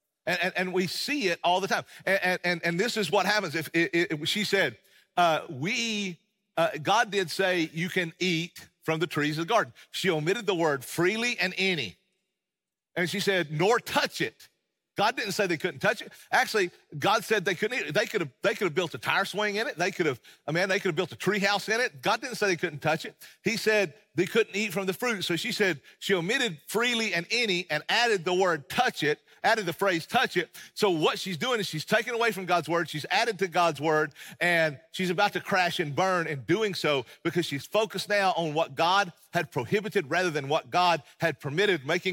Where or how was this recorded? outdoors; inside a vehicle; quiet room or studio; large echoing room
large echoing room